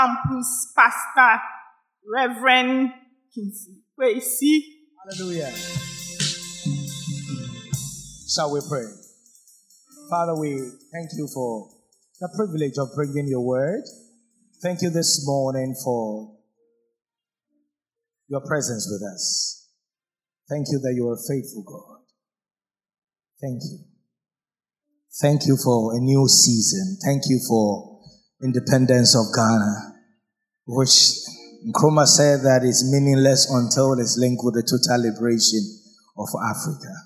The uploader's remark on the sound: Sermon preached at CBC Shiashie Campus